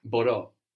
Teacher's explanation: I can or I'm able to, was a bit of an odd verb in that it carried the accent on the ending